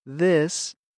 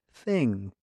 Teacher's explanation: You hear th in the word this and th in the word thing. When you say this, your voice box moves. When you say thing, air moves freely through your throat.